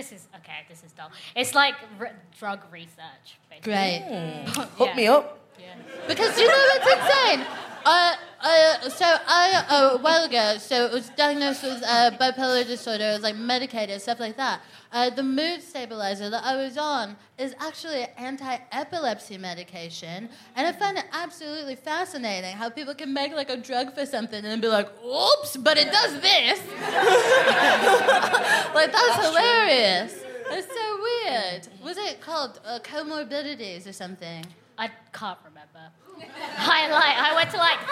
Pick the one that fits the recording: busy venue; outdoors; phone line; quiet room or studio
busy venue